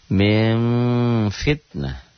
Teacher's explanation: Min jadi mim, bunyi M tapi dibacanya samar, tetap karena ikhfa.